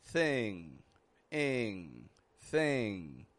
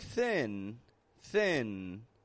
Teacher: But I'm also not going thing, thing. Instead, it's just kind of a quick and fading nasal position, where the tongue pulls up in the back of the mouth · Shown in: first take